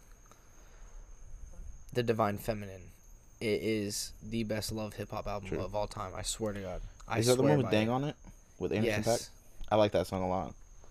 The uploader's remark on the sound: Recorded on Halloween, and on the porch.